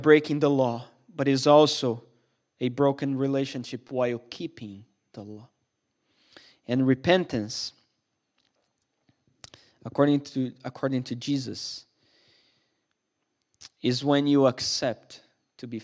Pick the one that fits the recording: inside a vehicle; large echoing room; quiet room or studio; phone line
large echoing room